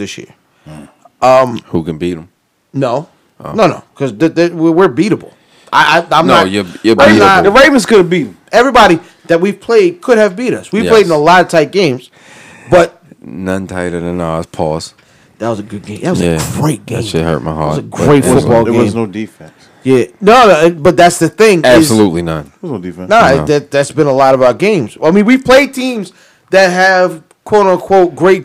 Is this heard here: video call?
no